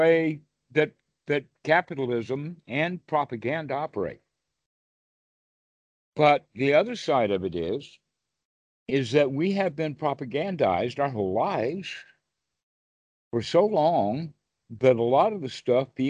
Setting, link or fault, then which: link, video call